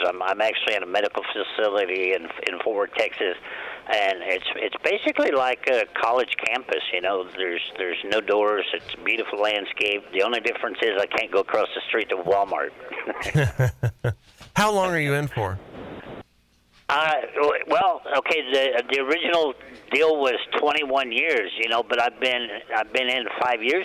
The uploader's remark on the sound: calling in to our show LIVE from prison